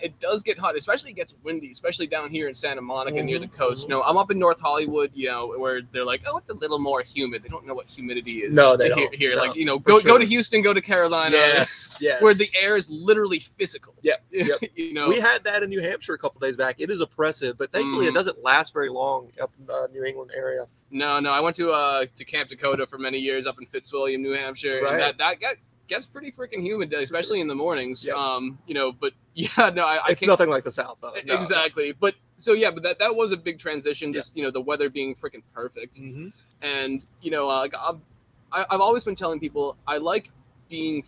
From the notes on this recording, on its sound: on location at Sonny Mcleans's in Santa Monica, CA!